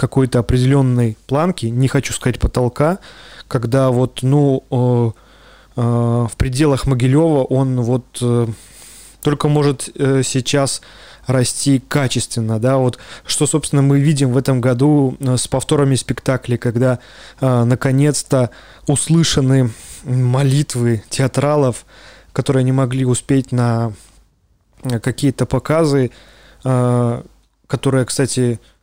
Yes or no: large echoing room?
no